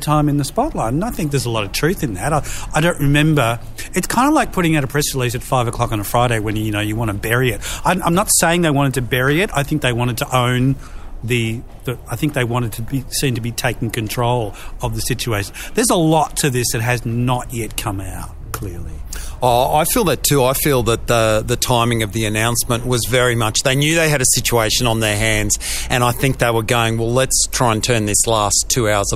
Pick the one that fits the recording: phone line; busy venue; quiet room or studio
busy venue